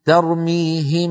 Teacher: فلما أقول ترميهم هل سمعتم صوت الغنة؟ بقي مستمرا مع الميم، والميم هي الحرف الأول.